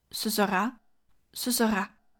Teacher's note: 这两个词中的“呃”非常地轻微 · IPA: [s(ə) s(ə)ra agreabl]